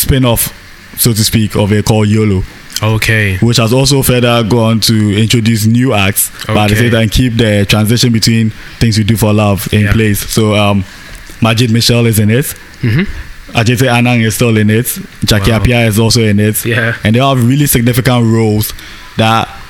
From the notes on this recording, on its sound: This podcast was recorded at the scenic McCarthy Hills in Accra, Ghana . This podcast was recorded at the scenic McCarthy Hills in Accra, Ghana .